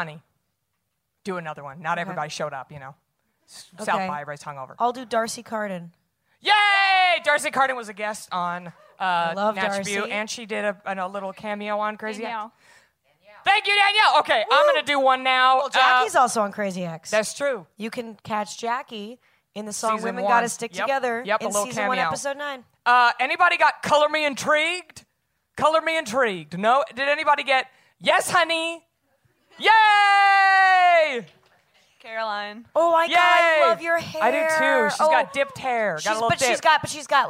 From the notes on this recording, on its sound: LIVE at SXSW. Live on the SXSW 2018 Podcast stage.